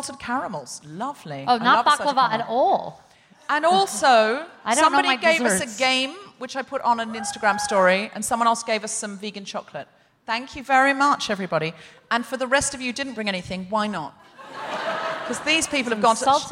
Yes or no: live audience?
yes